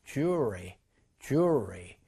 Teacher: 요 L 사운드가 거의 없어져요.